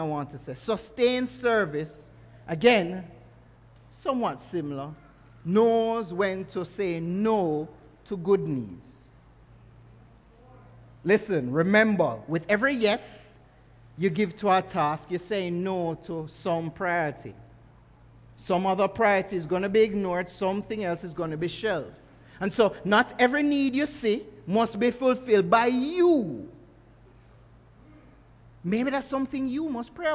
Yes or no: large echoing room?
yes